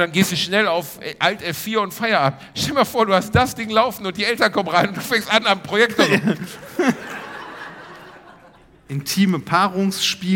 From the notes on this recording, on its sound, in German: Diese Woche gibt es daher die erste Hälfte unseres Live Mitschnitts aus der wundervollen Schwarzkaue in Herten.